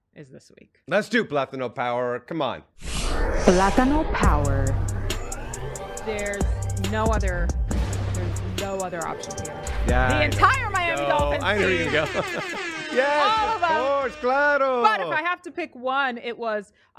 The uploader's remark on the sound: live from the podcast lounge!